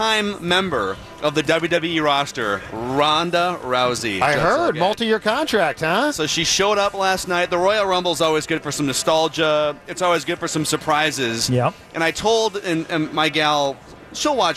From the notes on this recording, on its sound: Live from Radio Row.